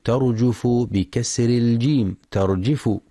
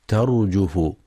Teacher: يخطئ من يقرأ ترجف بكسر الجيم ترجف، والصواب ضمها ترجف · Shown in: second take